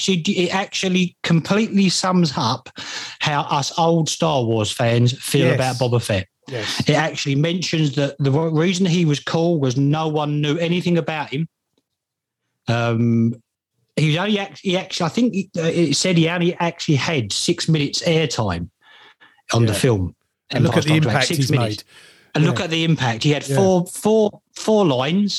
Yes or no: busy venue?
no